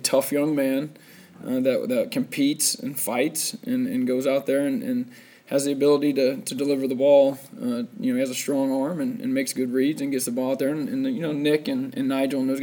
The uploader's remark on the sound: Press Conferences & Post-Game Interviews.